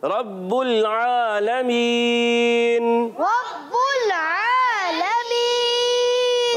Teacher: را کو پر رکھیں گے کیونکہ را پر زبر ہے اور با مشدد ہے، اس کو جماؤ کے ساتھ رک کر، اور لام کو ہلانا نہیں، عین کی آواز کلیئر رکھنی ہے، اس کو عین کو حمزہ سے نہیں بدلنا ہوتا، عین کی ادائیگی کلیئر رکھنی ہوتی ہے الگ کے درمیان والے حصے سے، اور پیارے بچوں آخر میں پھر مد، سب مل کر بولیں مد عارض.